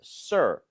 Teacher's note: r 발음할 때 sir 혀의 코어가 뒤쪽으로 당겨져요.